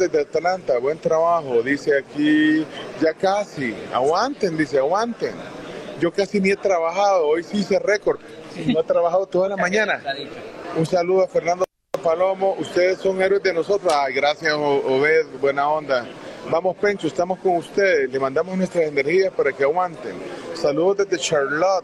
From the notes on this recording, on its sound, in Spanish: Transmisión de La Tribu en vivo desde el Hotel Real Intercontinental, sede del Inter de Miami